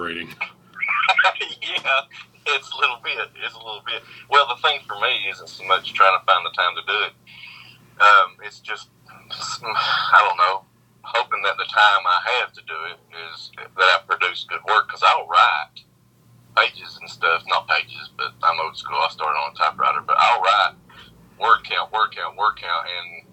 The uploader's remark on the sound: Calls in to Kentucky. Recorded via phone in Grand Rapids, Michigan, and Kentucky, on Saturday, September 18th, 2021.